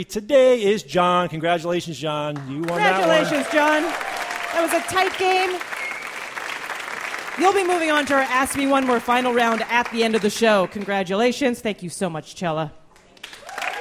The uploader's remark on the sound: Live from the 2013 World Science Festival